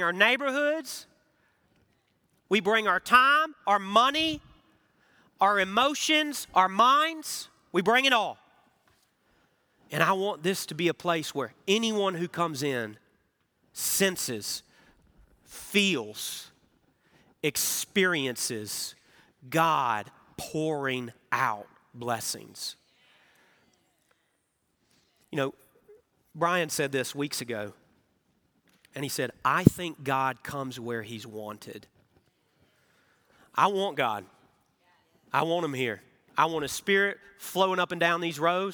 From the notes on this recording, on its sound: Recorded Live at Brookwood Church.